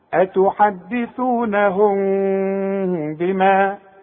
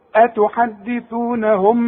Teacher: كل مين سكنة يعني بدون تشكيل بعدها به بيحصل لها اخفاء، بخفيها بشفايفي، ما اقفلش شفايفي، بيحصل انفراج في الشفايف · Shown in: first take · اوعى تضمني شفايفك عند الوصل.